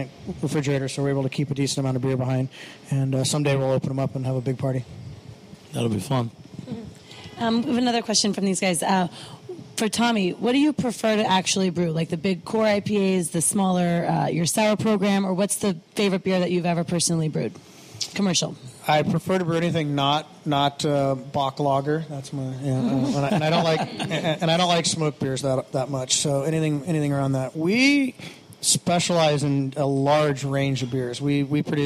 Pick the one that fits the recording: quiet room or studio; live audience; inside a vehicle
live audience